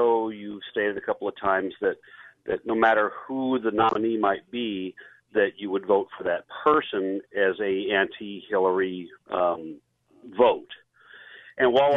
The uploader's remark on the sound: Lots and lots of your phone calls.